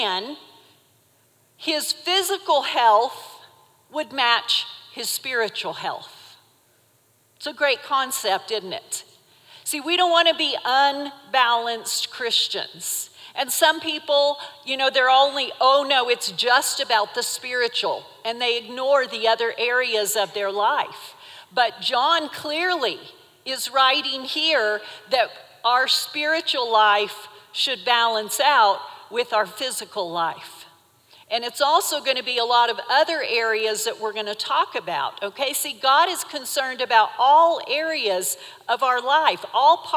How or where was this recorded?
large echoing room